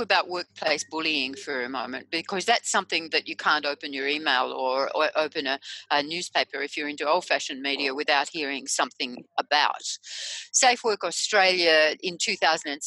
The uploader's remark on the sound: In this podcast, based on a recent webinar